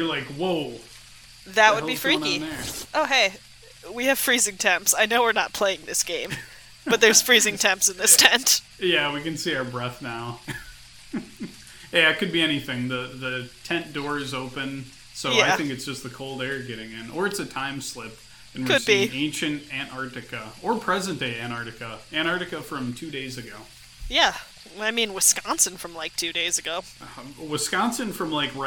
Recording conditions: outdoors